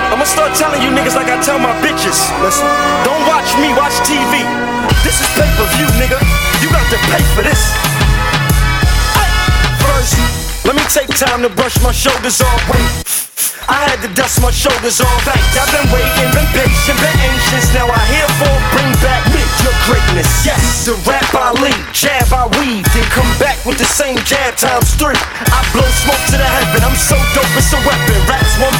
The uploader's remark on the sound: Live from 30 Years Of Hip-Hop at La Bellevilloise in Paris